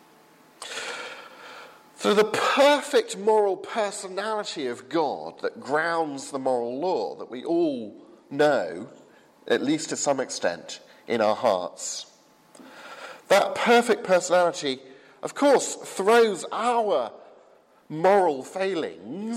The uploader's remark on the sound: from the 8 am service at Highfield Church Southampton, 27th September 2015.